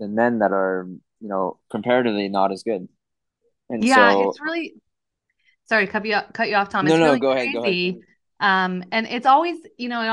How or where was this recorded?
video call